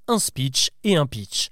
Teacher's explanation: Le premier s'écrit SP2ECH, speech, et l'autre PITCH, pitch. Sauf que nous, les Français, nous prononçons les deux avec le son I